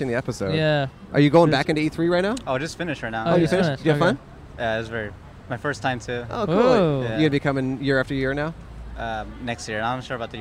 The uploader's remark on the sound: Recorded in front of the Convention Center in Downtown Los Angeles.